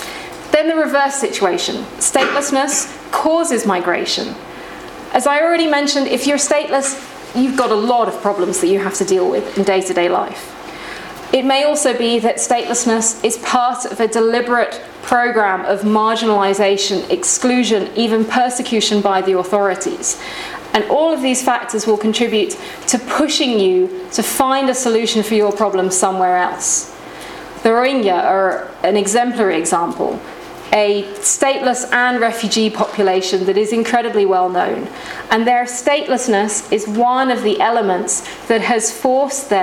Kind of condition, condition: setting, live audience